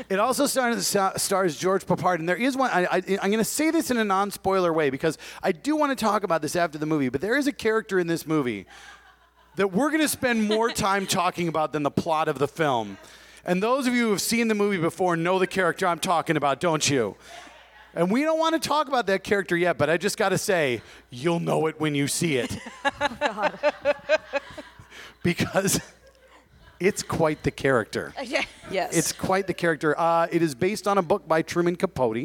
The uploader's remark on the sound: We actually got to watch this week’s movie in a movie theatre! Pepitos Parkway Theatre was kind enough to host a live recording of our podcast. A small but vocal group joined us.